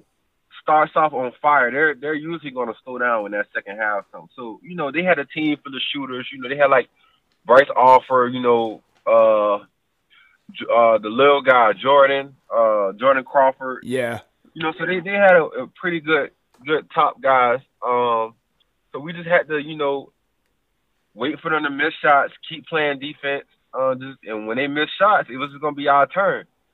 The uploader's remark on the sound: phone recording